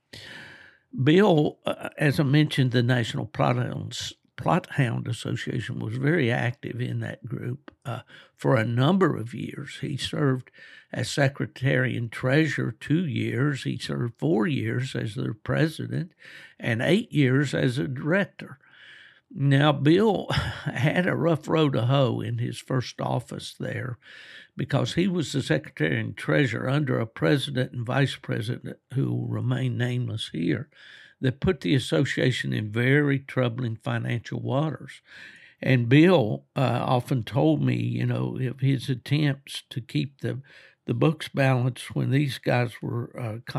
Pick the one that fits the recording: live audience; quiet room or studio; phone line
quiet room or studio